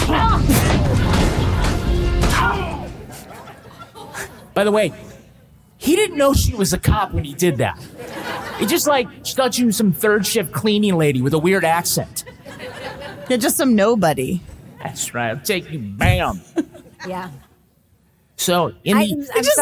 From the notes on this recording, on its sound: This podcast was recorded in front of a live audience in Dallas, TX.